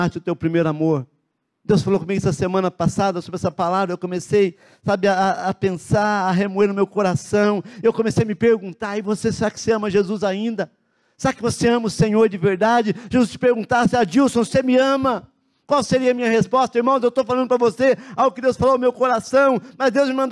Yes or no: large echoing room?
yes